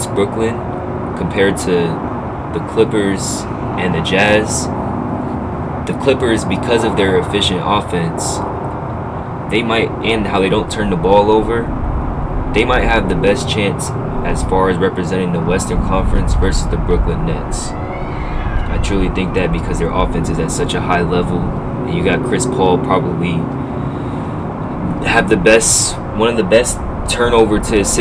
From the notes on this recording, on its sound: sorry about the background noise